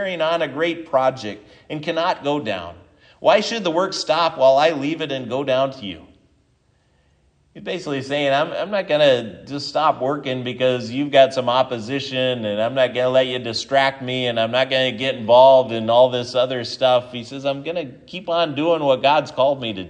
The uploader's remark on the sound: This is the sermon from Sunday Sept 3, 2023 at Triumph Lutheran Church, Ferndale, Washington